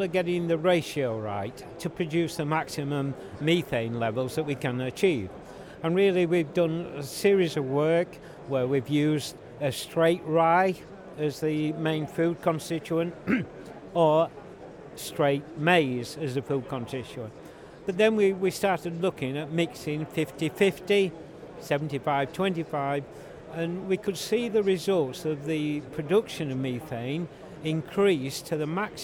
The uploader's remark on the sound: Live from the Engine Room. Today we are at the World Biogas Expo at the NEC in Birmingham.